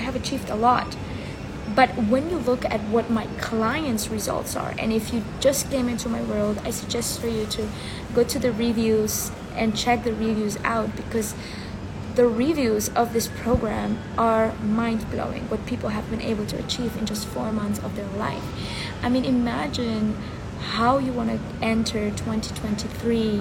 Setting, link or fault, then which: fault, phone or laptop microphone